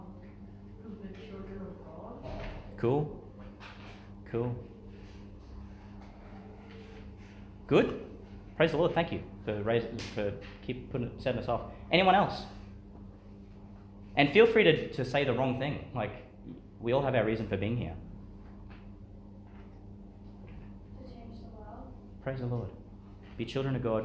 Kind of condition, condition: setting, large echoing room